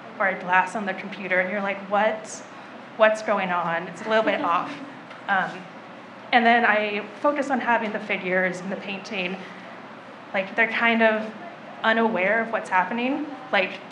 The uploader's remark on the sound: A live recording from the Peace, Be Still art reception.